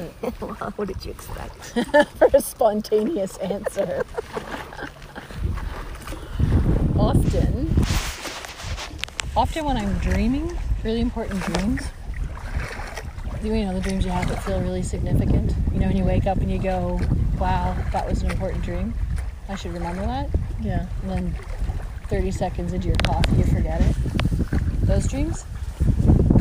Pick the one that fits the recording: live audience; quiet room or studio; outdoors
outdoors